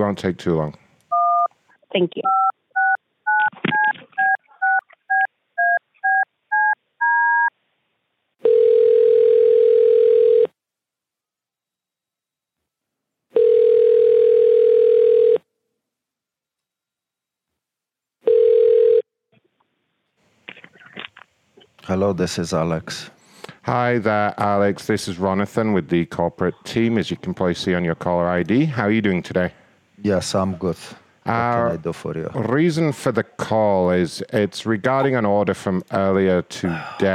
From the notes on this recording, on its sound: the world's best prank phone calls